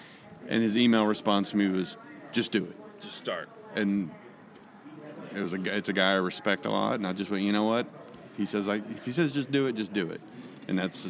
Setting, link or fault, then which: setting, busy venue